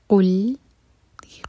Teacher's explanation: جب لام پر پہنچیں تو ہوٹوں کو فلیٹ کر لیں، اور قاف حلق سے